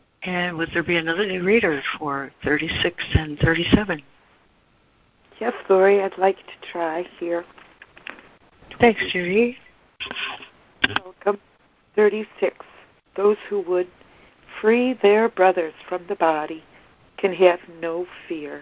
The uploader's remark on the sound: ACIM Daily Conference Call